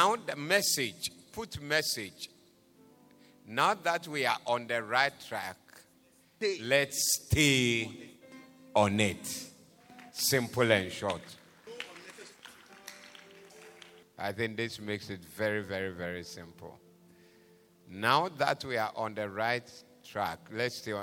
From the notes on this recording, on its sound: Preached at the Doxa Service 09072023